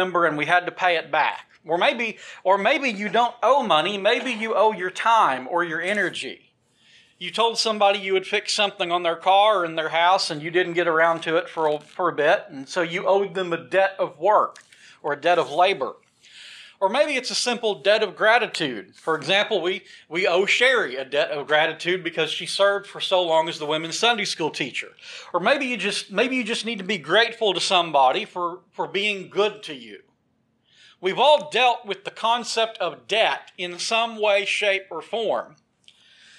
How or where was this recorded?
large echoing room